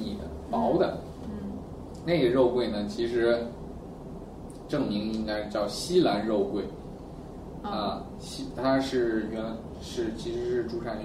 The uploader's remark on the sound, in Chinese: 本期节目为在张大妈办公区用录音笔录制，可能有街道上的杂音，请见谅。